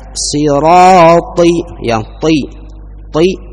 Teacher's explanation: Ti, menebalkan suara, kemudian tertahan aliran nafas pada makhraj karena dia termasuk huruf jahriyah.